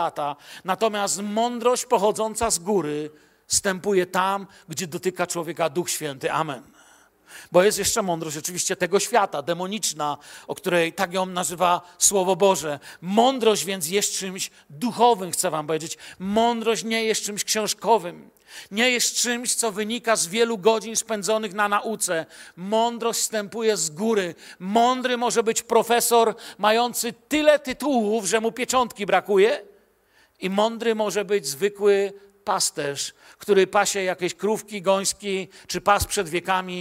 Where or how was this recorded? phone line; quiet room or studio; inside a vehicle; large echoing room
large echoing room